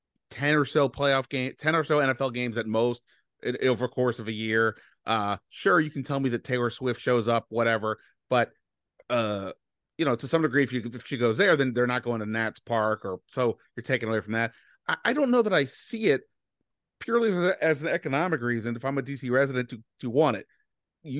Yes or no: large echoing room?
no